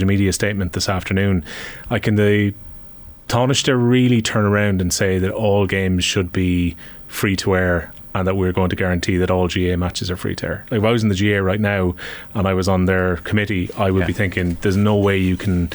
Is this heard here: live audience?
no